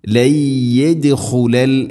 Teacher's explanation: സാക്കിന നൂന് ശേഷം യാ നൂനിനെ യാഇലേക്ക് കൂട്ടി ലയിപ്പിച്ച് മണിച്ചുകൊണ്ട് ഉച്ചരിക്കണം. ലയ്യദ്ഖുലൽ ഇദ്ഗാം ബിഗുന്ന ലയ്യദ്ഖുലൽ യദ് ദാലിന് ഖൽഖല ചെയ്യണം, ശരിക്കും കേൾക്കണം.